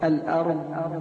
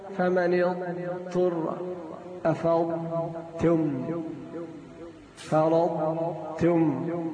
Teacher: عندما يضغط حافة اللسان أو تضغط حافة اللسان على الفك ينتج صوت اسمه استطالة